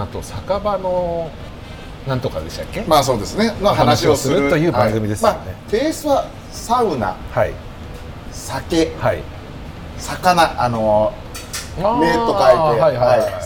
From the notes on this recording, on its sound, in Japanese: STAND KIYOSUGU 大井町店 にてサウナ上がりの収録。大井町飲み屋街の入口にあるこちらで。